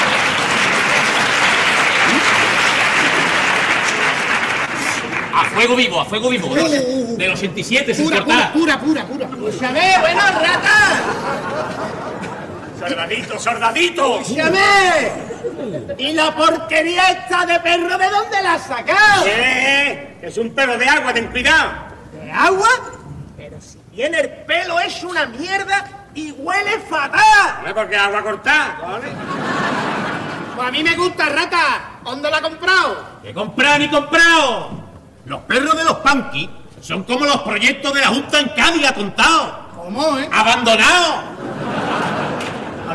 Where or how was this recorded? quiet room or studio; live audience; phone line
live audience